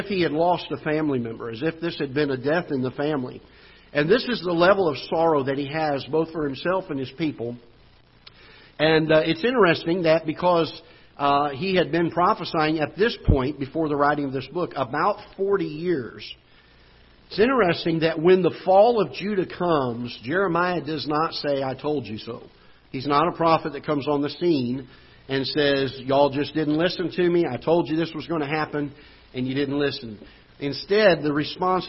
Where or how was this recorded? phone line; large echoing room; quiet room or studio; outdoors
large echoing room